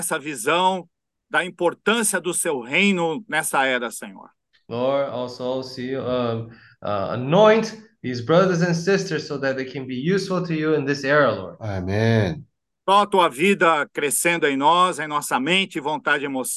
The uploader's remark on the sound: zoom meeting